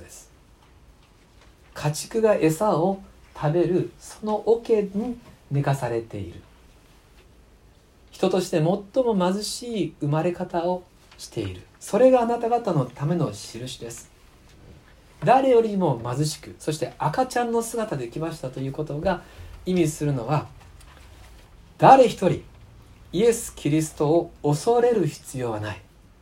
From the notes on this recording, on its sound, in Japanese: 2019年12月24日キャンドルサービス礼拝メッセージ録音です。